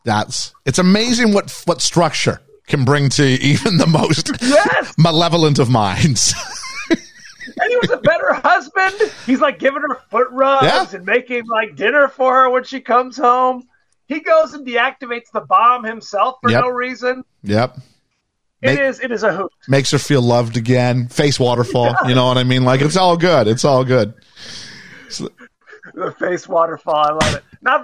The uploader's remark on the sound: joined on the live call